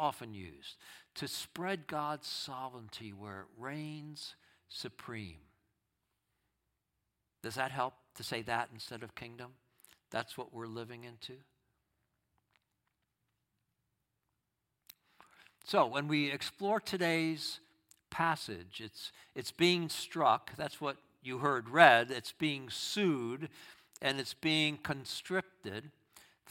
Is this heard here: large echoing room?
yes